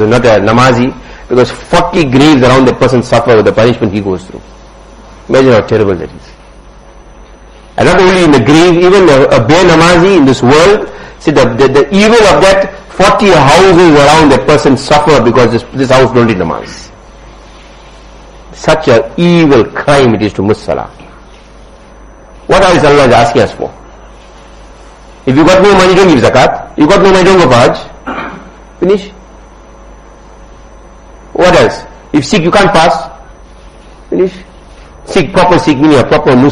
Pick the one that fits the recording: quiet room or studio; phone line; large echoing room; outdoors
large echoing room